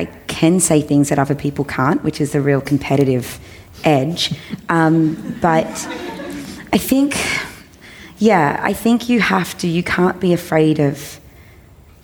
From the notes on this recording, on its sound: join the All About Women Festival live at the Sydney Opera House